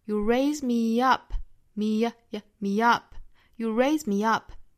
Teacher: 这个 me 和后面的 up 有一个元音加元音的连读了，需要加一个小小 ye 的发音。